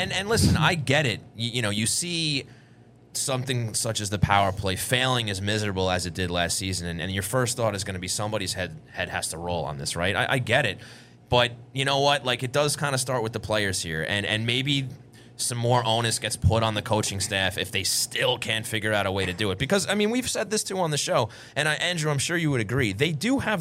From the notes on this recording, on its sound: took the show on the road to Blue Line Deli & Bagels in Huntington